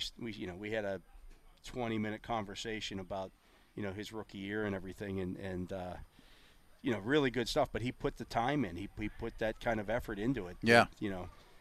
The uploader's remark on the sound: The Drive live from OTAs Day 5. Live from the UMPC Rooney Sports Complex.